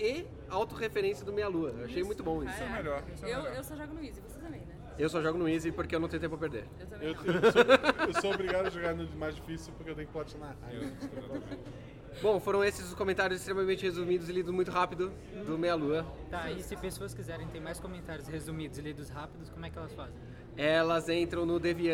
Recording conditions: busy venue